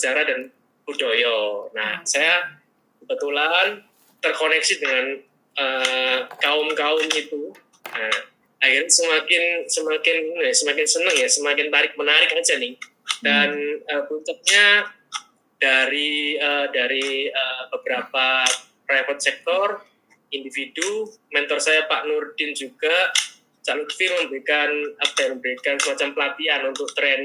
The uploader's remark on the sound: LIVE Instagram